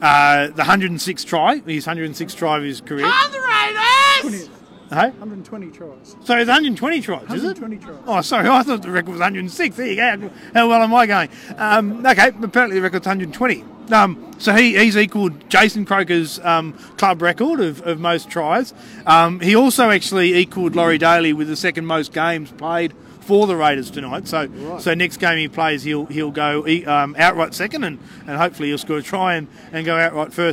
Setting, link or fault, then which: setting, busy venue